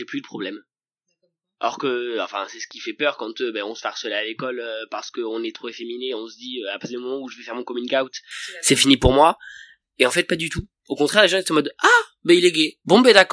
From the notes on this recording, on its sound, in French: Je m’excuse par avance du son hihi, j’ai enregistré cet épisode cet été ( et je ne l’ai monté que cette semaine shame on me) et la qualité de mon matériel n’était pas terrible terrible hihi.